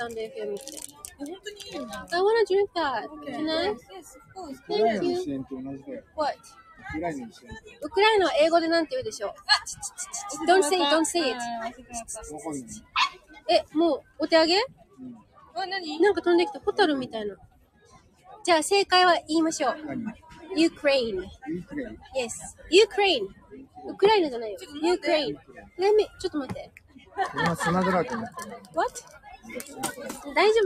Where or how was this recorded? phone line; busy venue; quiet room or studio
busy venue